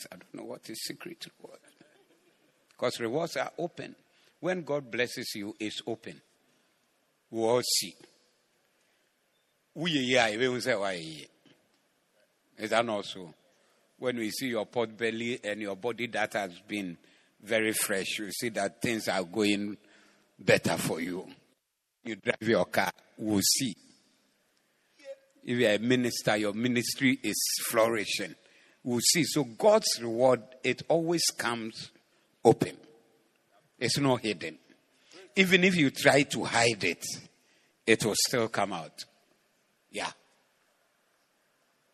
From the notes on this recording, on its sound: Preached at the Zeloo Service 12062022